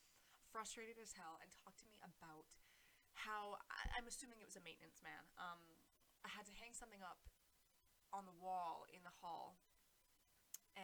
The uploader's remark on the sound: mic problems